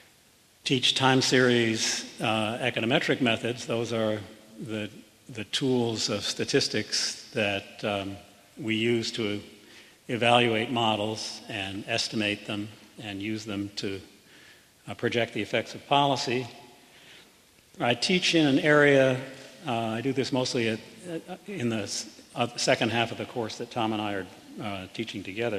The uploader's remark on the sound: Press conference